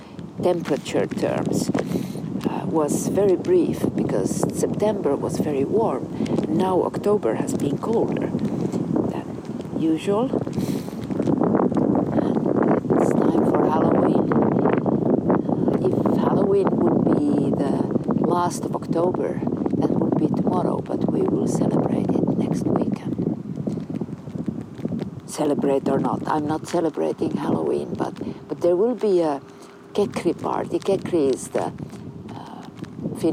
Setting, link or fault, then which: setting, outdoors